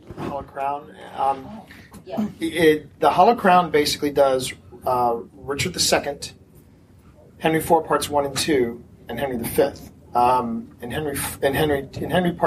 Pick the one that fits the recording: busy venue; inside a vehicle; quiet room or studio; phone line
busy venue